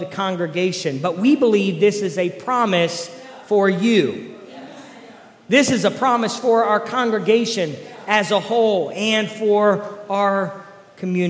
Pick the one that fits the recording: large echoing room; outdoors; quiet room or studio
large echoing room